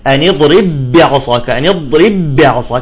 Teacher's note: الباء الأولى ساكنة والثانية متحركة، فهنا لا نقلقل · Term: الإدغام